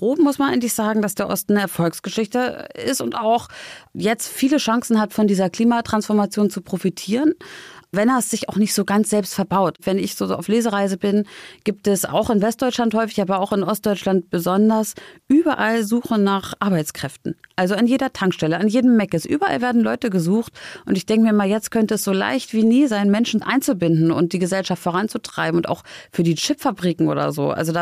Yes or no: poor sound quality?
no